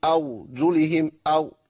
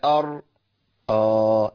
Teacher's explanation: ظهر طرف اللسان، يعني طرف اللسان الظهر بتاعه، ده لازم يلمس في سقف الحنك · Shown in: second take · Term: الراء الساكنة